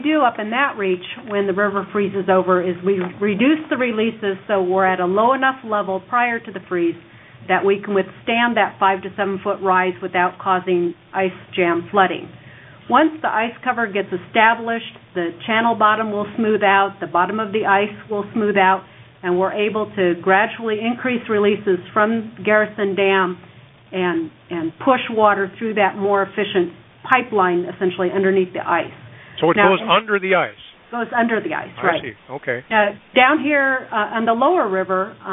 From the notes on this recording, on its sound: Twice monthly conference call with Corps of Engineers, Climate Prediction Center, congressional delegation, tribes, states, local and county emergency management officials.